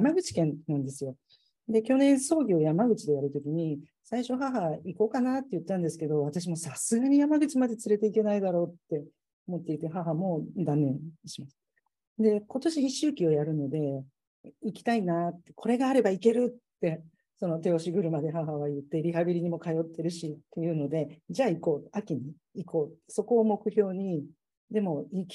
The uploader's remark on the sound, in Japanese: 収録場所： オンライン (Zoom)